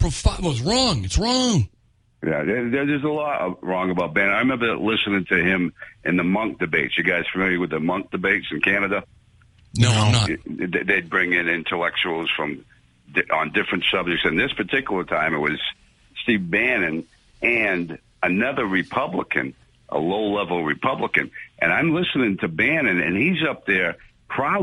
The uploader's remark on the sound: take calls from the audience